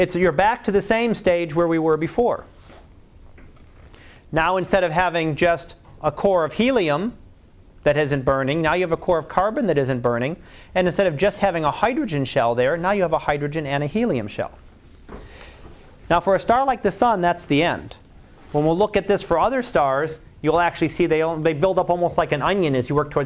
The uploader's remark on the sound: Live Class Lecture